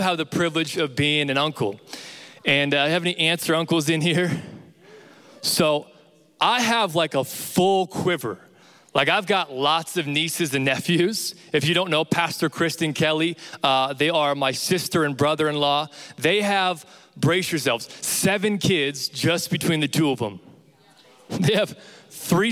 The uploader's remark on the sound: Recorded live from Capital Young Adults.